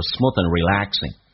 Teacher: Smooth 跟 end 有连音叫 smoothen